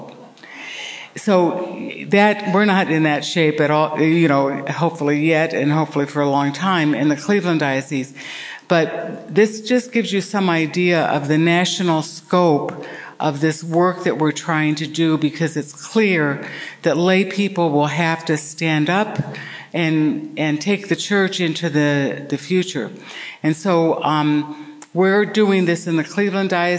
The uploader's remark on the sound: This lecture was recorded on May 17, 2007 at a FutureChurch program in Cleveland, Ohio.